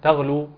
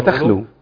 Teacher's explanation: صفه الجهر في الغين والهمس في الخاء. يعني الاثنين مفخمين والاثنين في حال استعلاء، يعني لو النفس مشي في الغين انقلبت الى خاء.